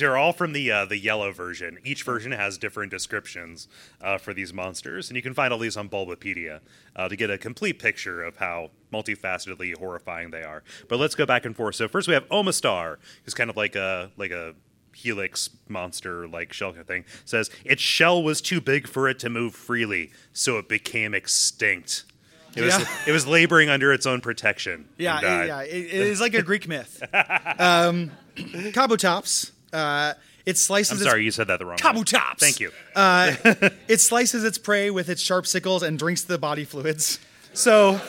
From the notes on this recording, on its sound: This is our Portland Retro Gaming Expo live show for 2016